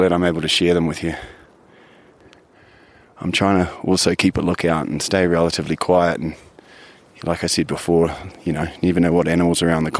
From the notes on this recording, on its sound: The two-week journey to Mt Everest Base Camp, in the Himalayas in Nepal. This podcast features immersive sound, recorded on location, when listened through headphones you'll feel like you're really there. Like any adventure this wasn't without it's challenges, expect to hear everything.